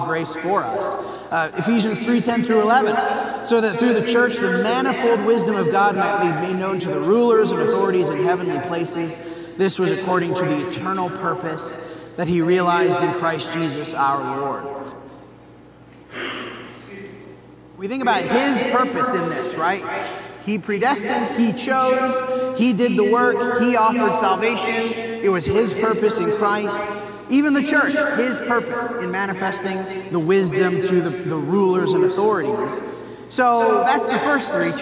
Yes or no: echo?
yes